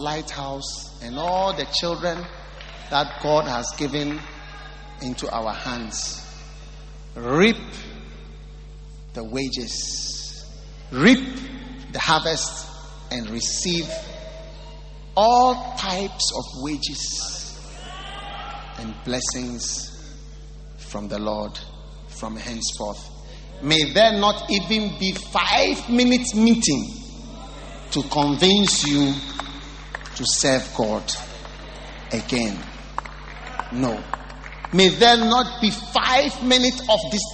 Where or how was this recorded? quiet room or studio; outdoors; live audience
live audience